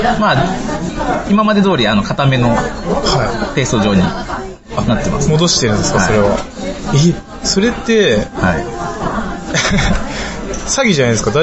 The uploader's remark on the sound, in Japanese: 今回は中華料理店で収録したので雑音がすさまじいです。